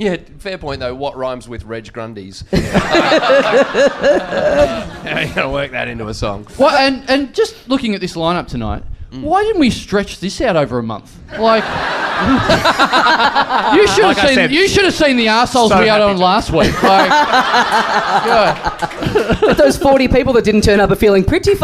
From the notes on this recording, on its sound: Recorded LIVE at The Joint on April 19, 2015.